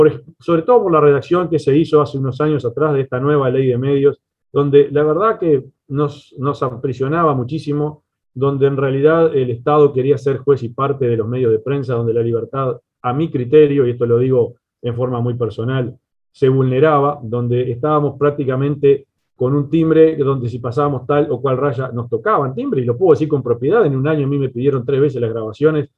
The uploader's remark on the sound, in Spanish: Mesa Redonda Virtual.